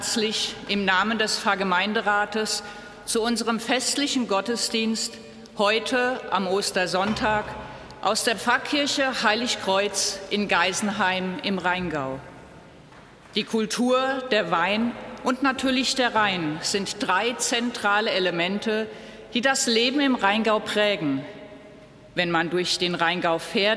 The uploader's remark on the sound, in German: Katholischer Gottesdienst am Ostersonntag aus dem Rheingauer Dom in Geisenheim. Liveübertragung.